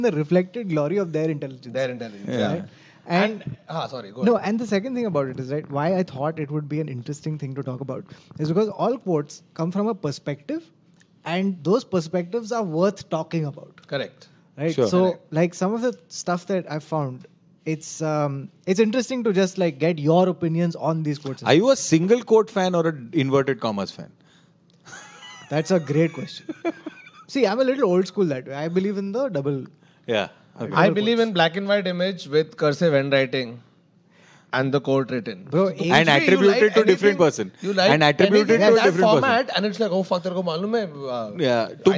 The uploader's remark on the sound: Shot and recorded by The Habitat Team at a live standup comedy event at The Habitat, Mumbai.